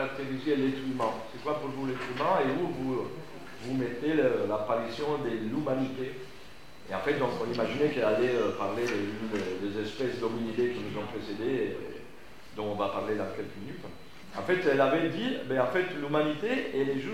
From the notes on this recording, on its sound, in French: Vous entendrez ici un court extrait de cette conférence.